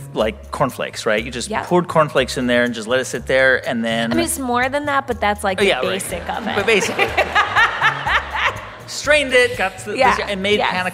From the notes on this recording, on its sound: This show was recorded live at The Town Hall in New York City.